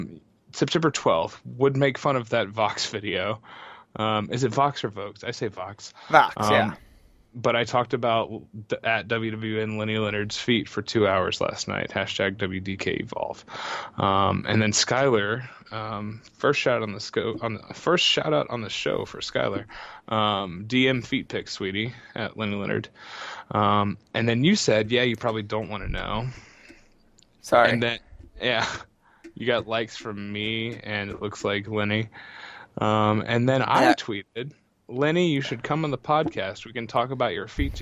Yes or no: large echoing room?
no